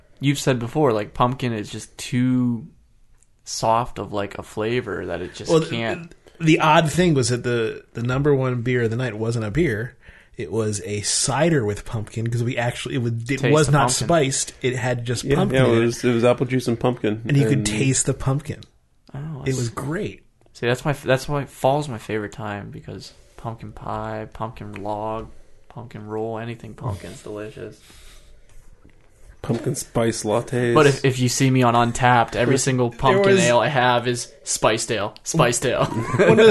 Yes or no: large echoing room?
no